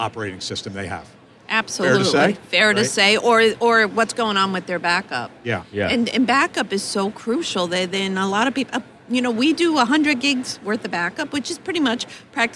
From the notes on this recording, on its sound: live from the Darby booth at the GNYDM 2019